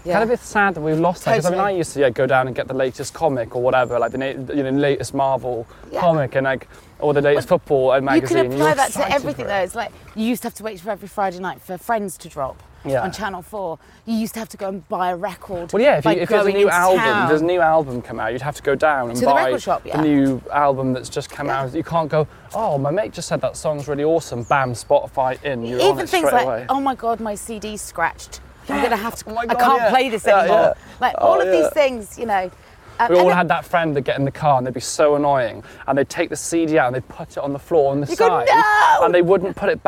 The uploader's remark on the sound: a walk around Clapham Common